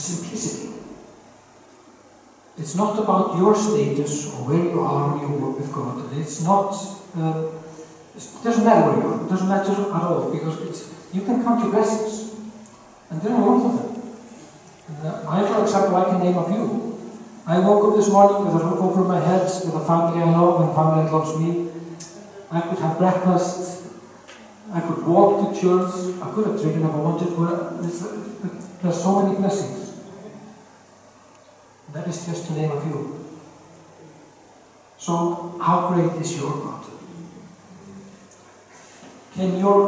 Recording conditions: poor sound quality